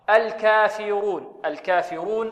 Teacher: الكاف مرققة والفاء مرققة والراء ماذا؟ والراء مفخمة